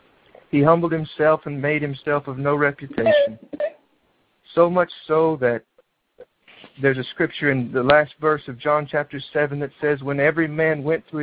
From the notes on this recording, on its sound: He reads this message on a prayer revival conference call.